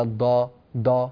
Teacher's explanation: الضاد التي تخرج من طرف اللسان هذه لا تصلح، لا تقول ولا الضا ضا، هذه دال مفخمة ولا تصلح هذه الضاد في النطق، فتنبه إلى هذا الأمر.